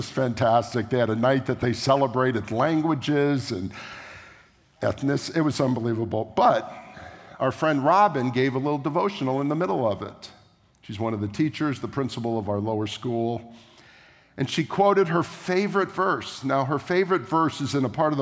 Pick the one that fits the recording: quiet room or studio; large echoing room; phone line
large echoing room